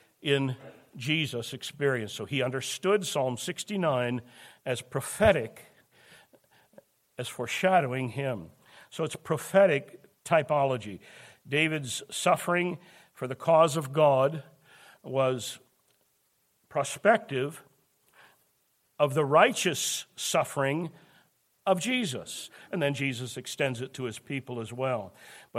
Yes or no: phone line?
no